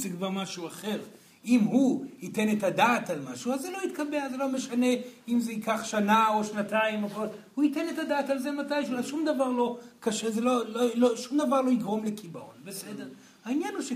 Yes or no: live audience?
yes